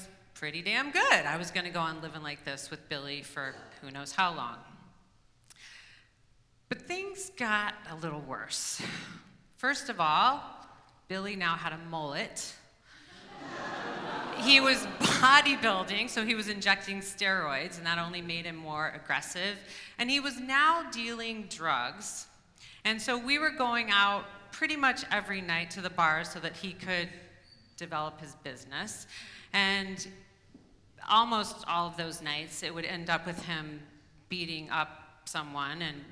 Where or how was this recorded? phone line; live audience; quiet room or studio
live audience